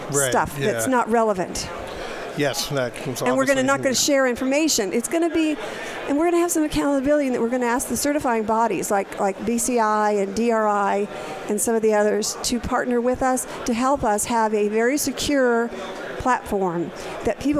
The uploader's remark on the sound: broadcast live from DRJ 2018 in Phoenix Arizona